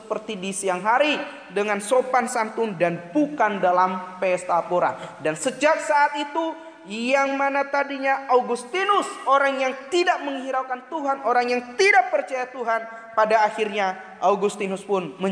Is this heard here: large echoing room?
yes